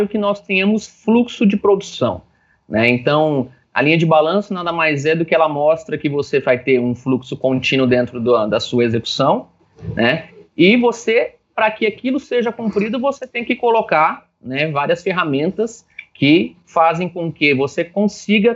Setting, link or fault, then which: link, video call